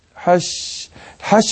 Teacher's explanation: كتير من اخواننا بينطقوا تعطيش الجيم هنا زي الشين، بالذات في كلمه الحج